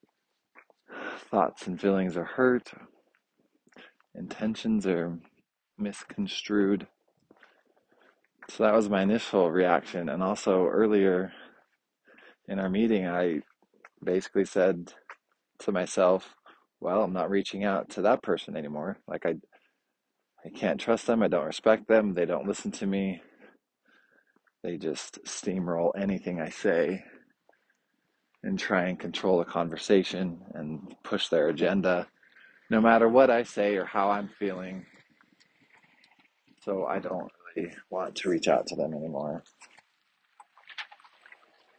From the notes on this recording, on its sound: After a busy morning at work, I finally get outside to walk around the block.